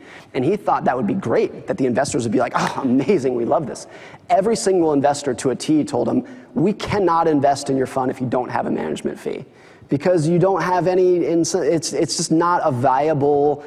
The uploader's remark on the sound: In front of a live audience.